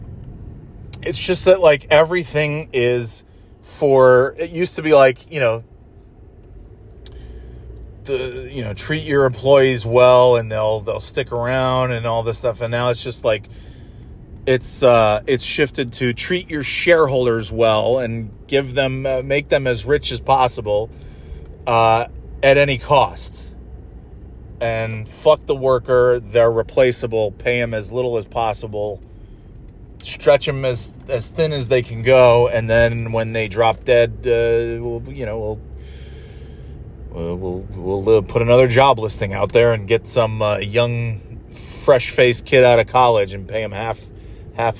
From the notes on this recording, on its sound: Monday Night Driving Podcast. Driving home from therapy and chattin' it up about traffic and more thrilling topics.